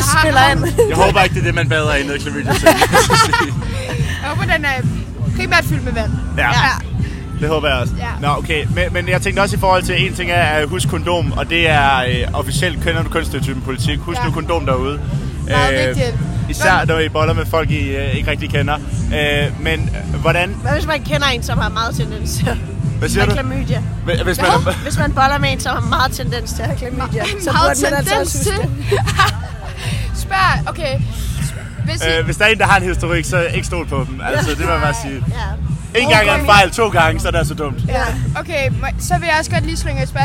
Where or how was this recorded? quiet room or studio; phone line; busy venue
busy venue